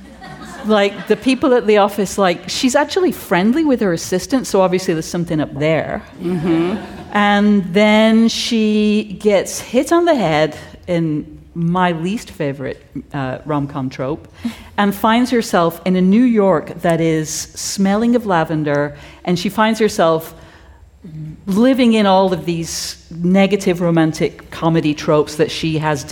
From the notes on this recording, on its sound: Join the All About Women Festival live at the Sydney Opera House.